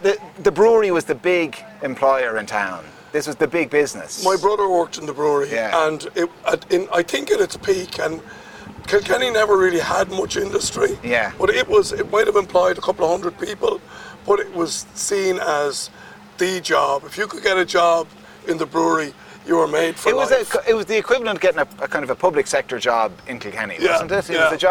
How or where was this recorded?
busy venue